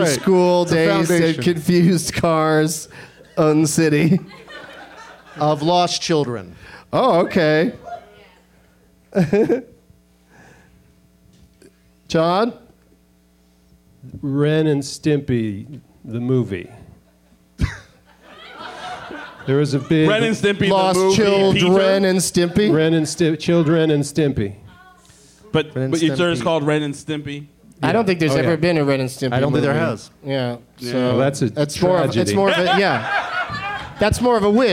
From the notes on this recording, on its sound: Live from Austin's Fantastic Fest.